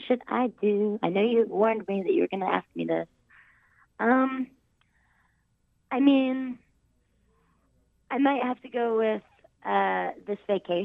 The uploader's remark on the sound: by phone